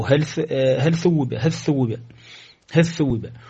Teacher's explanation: فيدغم لام هل في الثاء